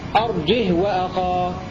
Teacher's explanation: بدون همزة مع سكون الهاء